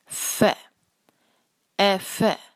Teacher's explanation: صرف آپ نے اس میں جو ہے ساتھ سانس کی آواز کو شامل کرنا ہے